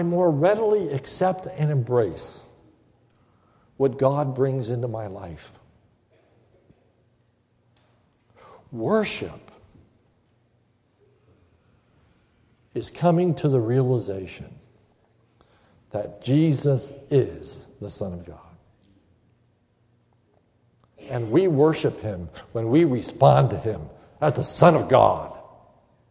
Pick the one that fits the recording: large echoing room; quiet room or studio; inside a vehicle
large echoing room